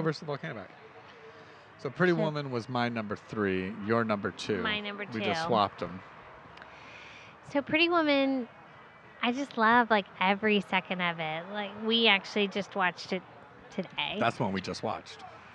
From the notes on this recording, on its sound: This episode was recorded in Tampa, Florida at The Independent Bar and Cafe located in the Seminole Heights neighborhood.